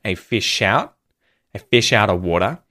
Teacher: I link the sh at the end of the word fish to the word out, which starts with a vowel sound